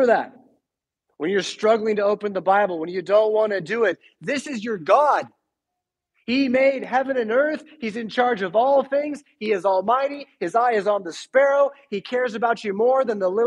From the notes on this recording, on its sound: Preached at St Paul Lutheran Church , Rockford, Illinois on April 17, 2022.